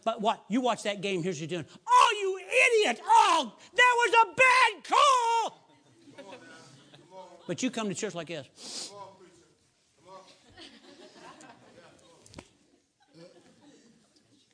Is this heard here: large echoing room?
yes